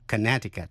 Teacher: Alaska, có hai chữ A nhưng đọc là A và đọc là Alaska. Tiểu bang Connecticut có chữ C ở giữa, câm